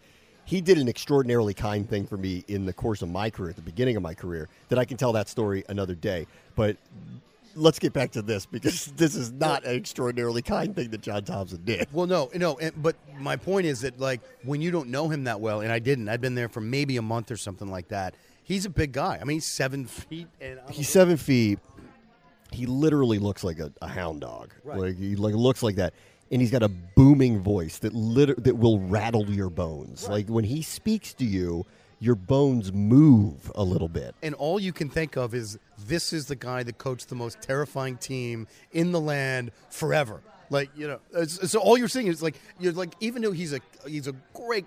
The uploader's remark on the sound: Together again, at the bar. Record live (and together again!) from a bar.